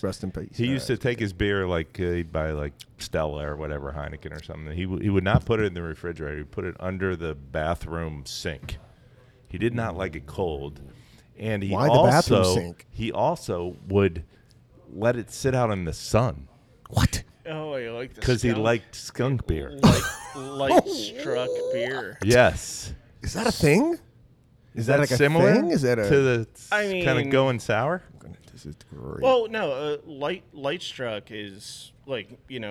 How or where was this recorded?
busy venue